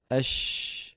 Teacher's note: من مخرج الشين، مو من الوترين، لأنه حرف إيه؟ مهموس